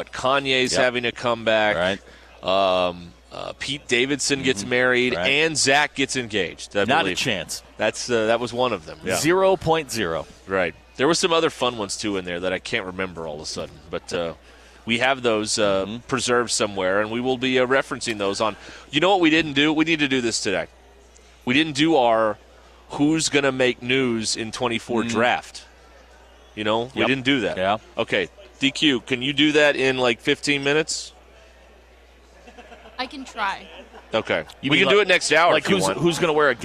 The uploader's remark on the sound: We are live at the NWA Boat and Outdoor Expo.